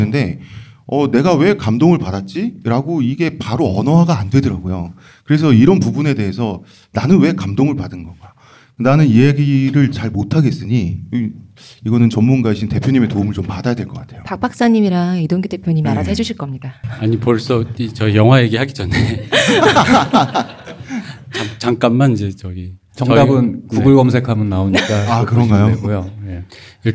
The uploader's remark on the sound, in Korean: 공개방송